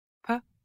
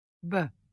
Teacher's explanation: Contraste oclusiva bilabial sorda y oclusiva bilabial sonora.